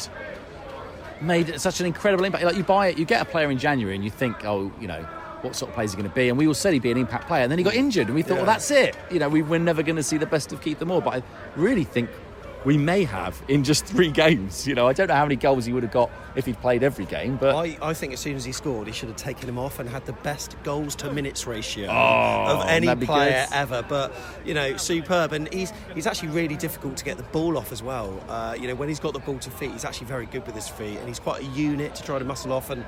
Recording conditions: outdoors